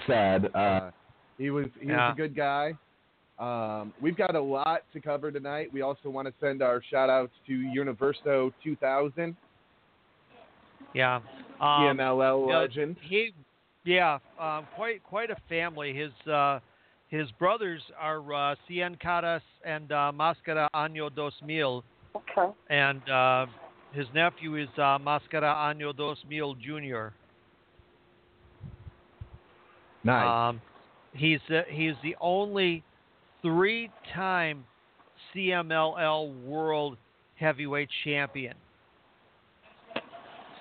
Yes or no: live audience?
no